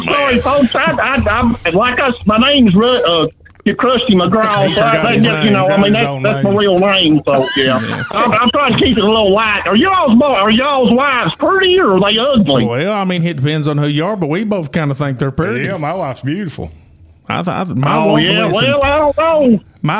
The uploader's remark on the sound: Call in episode. In this episode we take a few LIVE calls from a few of our listeners.